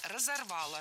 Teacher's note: Ударение на окончании не ставим. В качестве шпаргалки используем начальную форму.